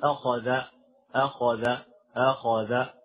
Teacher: من الملاحظة، الملاحظة الرابعة عشرة في الخاء، نلاحظ أن بعضهم يفخم التفخيم، يعني لا يأتي بالتفخيم المطلوب في الخاء مثل أخذ أخذ أخذ، فيجب أن تفخم الخاء